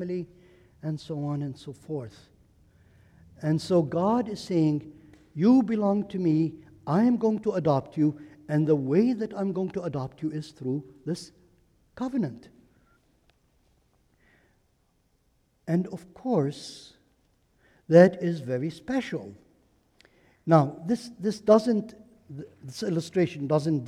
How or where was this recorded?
large echoing room